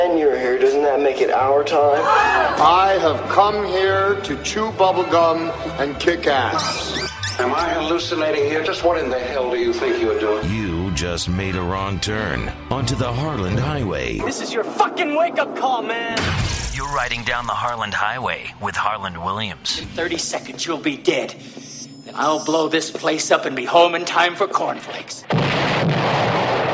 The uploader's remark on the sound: phone calls from listeners